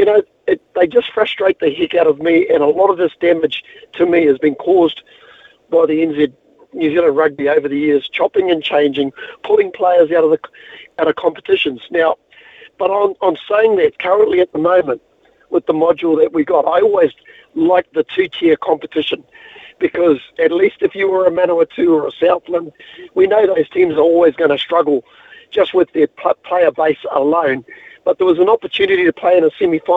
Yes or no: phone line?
yes